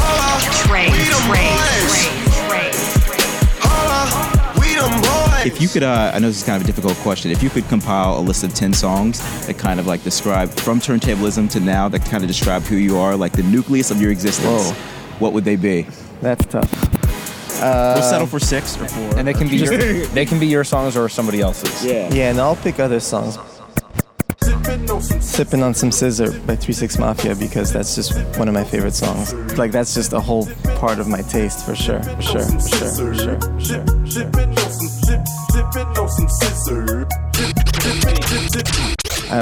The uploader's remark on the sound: This interview was conducted in the alley behind the 930 Club, located in Washington, D.